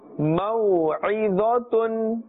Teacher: Dha is also part of the harufi musta'adiyah and therefore we are pronouncing it with a full mouth